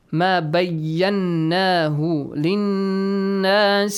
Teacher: You have to produce a nasal sound and also for two counts. Yes. Prolong them.